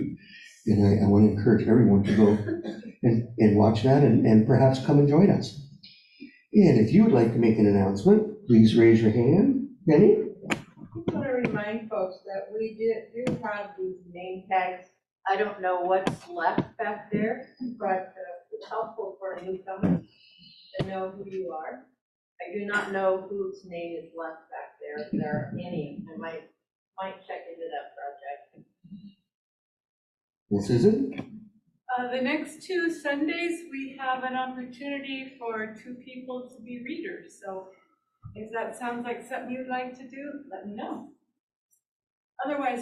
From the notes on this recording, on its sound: Live In Our Sanctuary